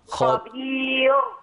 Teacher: خبير، الراء مرققة لما نقف عليها لأن قبلها ياء ساكنة